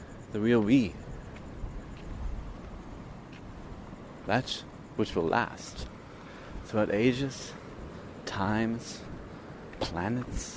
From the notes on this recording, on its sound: Walks on the beach in Sri Lanka as he talks into an audio recorder. This is the unedited version of this unscripted podcast.